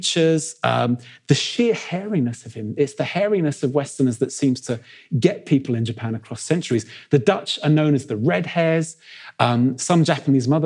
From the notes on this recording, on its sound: In a lecture he delivered at our 2019 Chester History Weekend